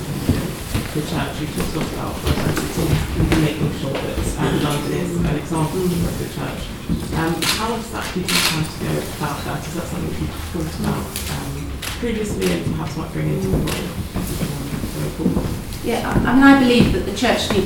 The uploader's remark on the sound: At a press conference at St Paul's Cathedral this morning